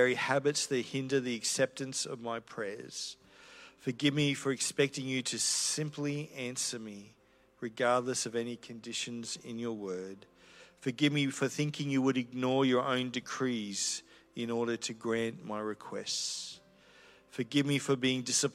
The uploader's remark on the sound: This is a recording I did about a year ago at The Christian Church in Brisbane.